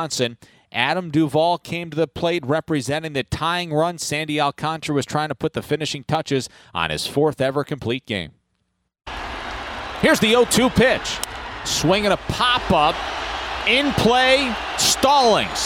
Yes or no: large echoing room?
no